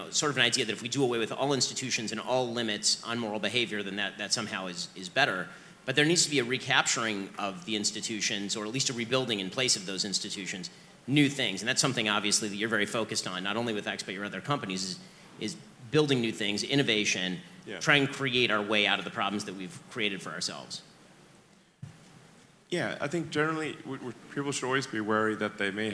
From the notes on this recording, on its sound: Interview from inside the conference.